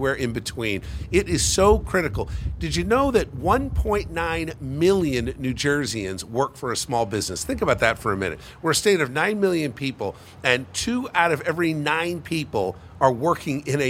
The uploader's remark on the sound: we're LIVE from Main Street in Flemington.